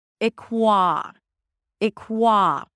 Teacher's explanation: A k sound, then a w, a w sound, and the ah as in father.